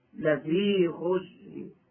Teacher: ومعلوم أن الروم وهو الإتيان ببعض الحركة يكون حكمه حكم الوصف، وكلمة غسر بالروم تكون كالمكسور، والمكسورة بالراء حكمها الترقيق كما هو مبين في حكم الراء، وإذا فالوقف عليها بالروم يكون بالترقيق